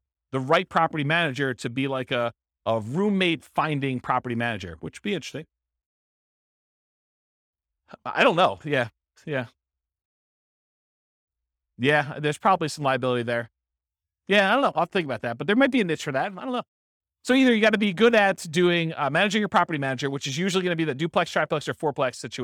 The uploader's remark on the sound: This was a live class recorded.